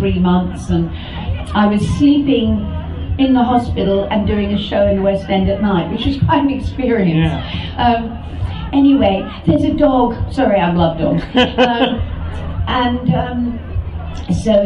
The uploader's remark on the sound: recorded at the Science of The Timelords Convention held at the National Space Centre in Leicester in 2016